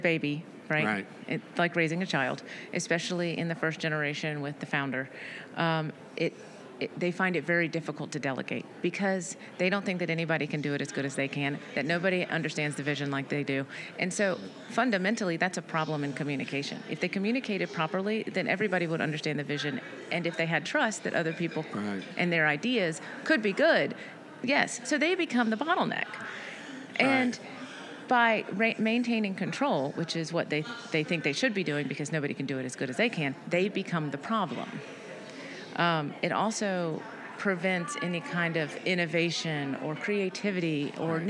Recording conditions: busy venue